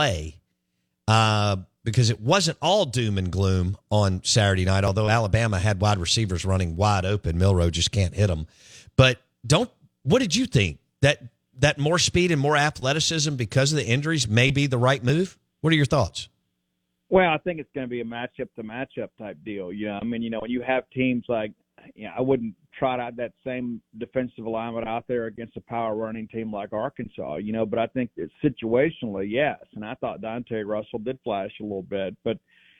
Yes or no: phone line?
yes